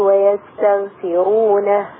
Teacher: الغين هتعلى شوية عشان غين ساكنة وما قبلها مفتوح